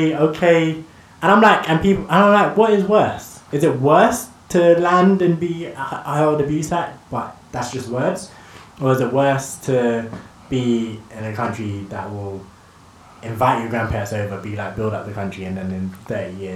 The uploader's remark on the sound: Unfortunately we had a few issues with our audio this episode, we're currently going through an adjustment phase with our recording set up.